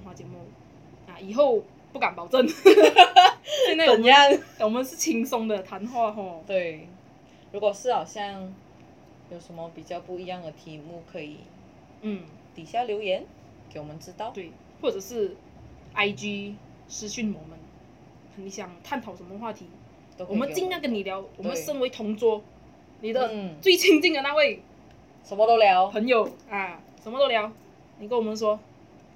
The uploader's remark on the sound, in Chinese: 在此先聲明本集音質不太行。